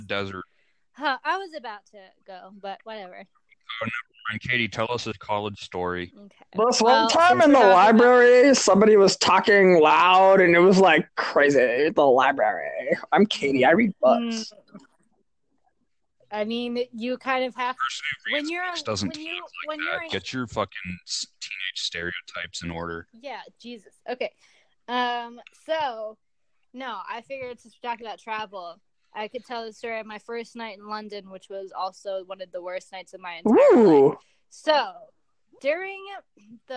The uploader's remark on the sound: This recording session was absolutely riddled with technical problems and a lot got cut.